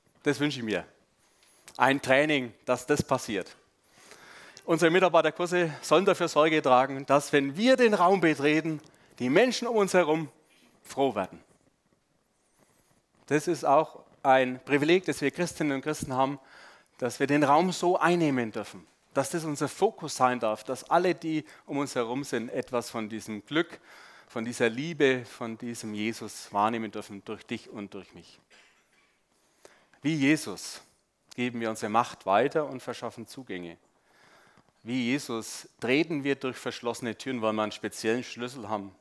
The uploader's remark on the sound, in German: Sonntagspredigt beim SUMMIT 2023